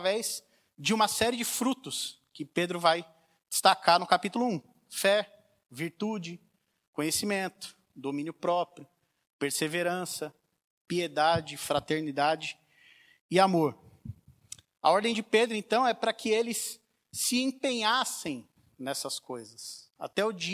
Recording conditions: large echoing room